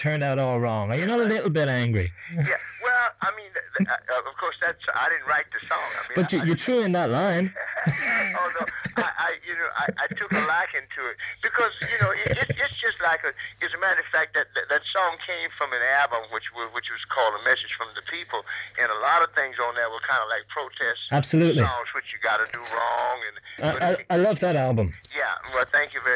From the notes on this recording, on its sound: This was only a phone chat